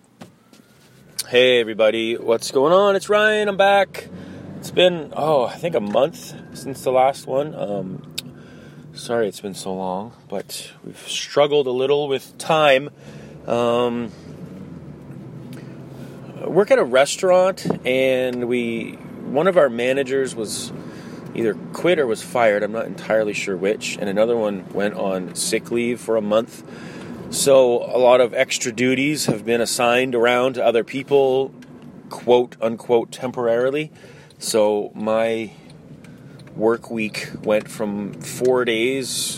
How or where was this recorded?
inside a vehicle